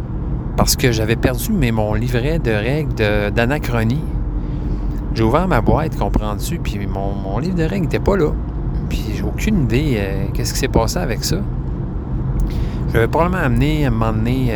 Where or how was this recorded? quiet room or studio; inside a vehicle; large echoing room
inside a vehicle